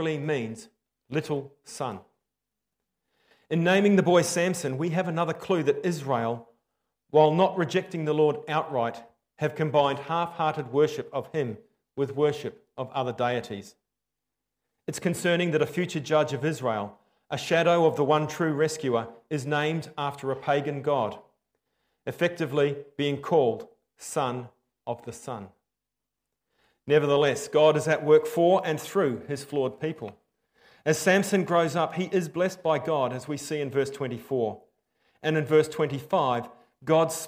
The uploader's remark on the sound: Preached 15/10/23 Am Service